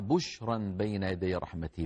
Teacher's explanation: بشرا رواها لنا حفص رحمه الله عن عاصم بباء مضمومة بعدها شين ساكنة